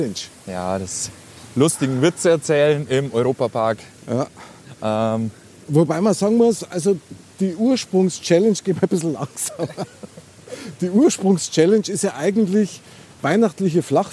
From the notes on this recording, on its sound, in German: XMAS-TOUR IM EUROPAPARK. DIE OUTDOOR EPISODE IM EUROPA PARK.